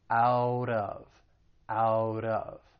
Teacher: So that T, again, it comes between two vowel sounds, so I'll pronounce it as a flat T, and then I will link it with the vowel sound in of.